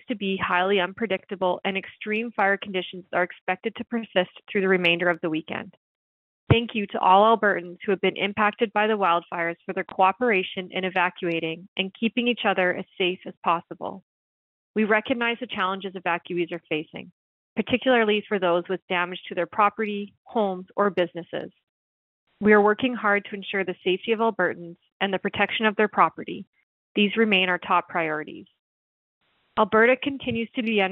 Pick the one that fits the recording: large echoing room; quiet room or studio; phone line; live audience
phone line